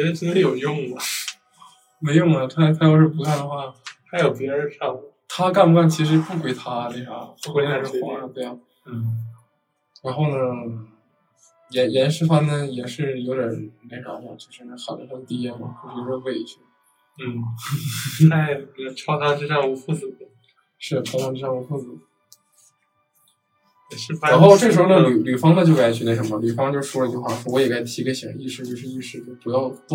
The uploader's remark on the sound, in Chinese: 另外，这是我们第一次在现场录制节目，周边环境静音可能不够理想，所以后期降噪有些用力过猛，大家敬请谅解。